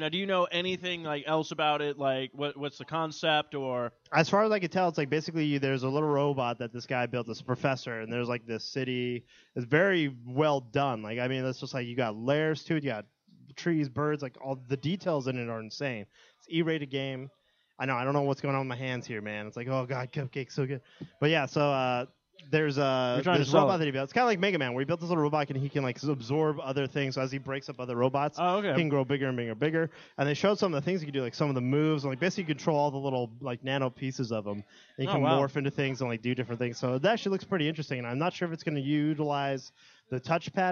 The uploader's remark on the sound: The recording of their LIVE remote show for the release party of the PlayStation 4!